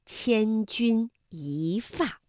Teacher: 一字本调是一，但是在去声字前面要变成二声一 · Term: 变调